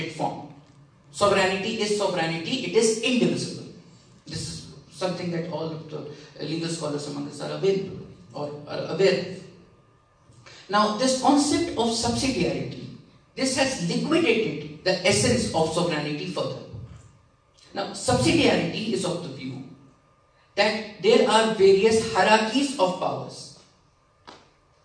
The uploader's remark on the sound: Keynote Speech at Internationalism Awadh Forum 2019 at Uttar Pradesh Urdu Akademi, Lucknow